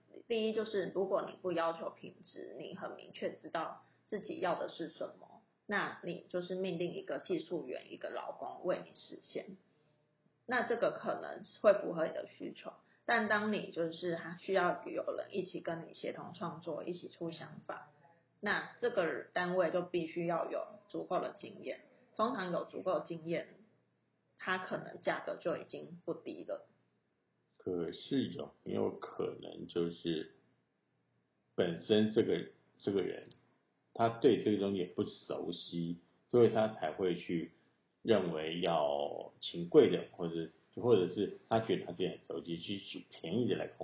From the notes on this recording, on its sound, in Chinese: 這一集是在一個電影工作室裡錄製的，所以效果有一點差